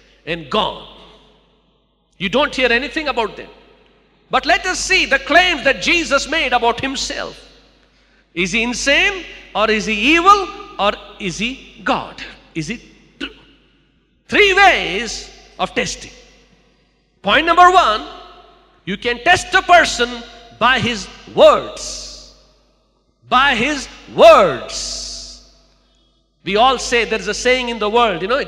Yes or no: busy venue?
no